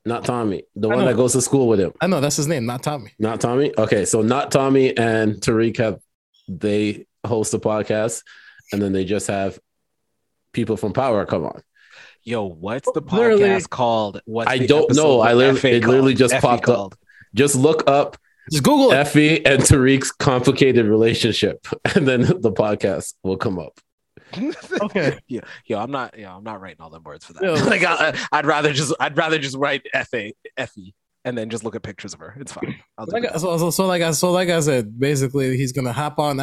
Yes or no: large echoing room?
no